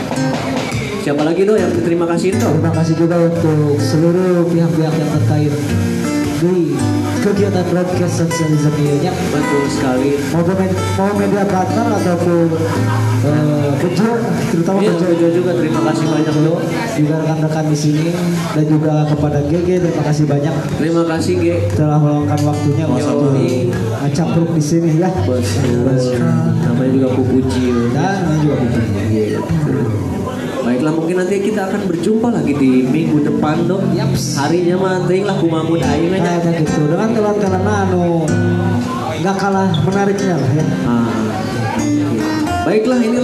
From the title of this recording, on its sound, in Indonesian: Live at Markat Coffee Bandung 19 Februari 2022